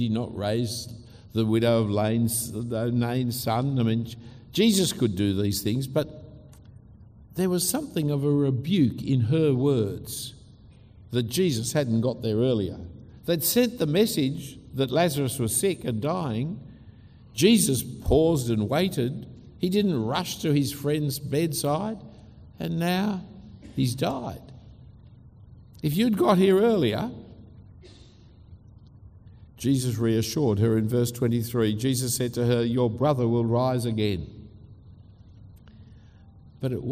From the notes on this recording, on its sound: A talk given at Adam Road Presbyterian Church in Singapore